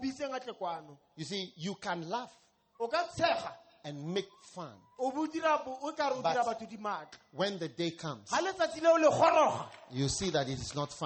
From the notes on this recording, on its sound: Preached at a Healing Jesus campaign in Vryburg - South Africa